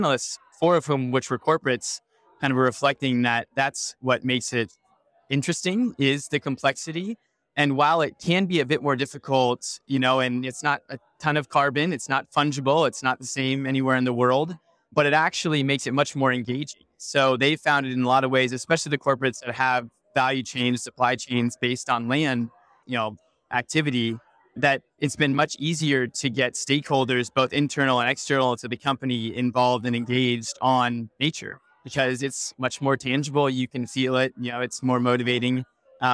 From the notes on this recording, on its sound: Report from New York Climate Week 2023. In this episode, we share our takeaways from climate week by sharing recordings from panels and conversations at Nature4Climate’s Nature Positive Hub throughout the week.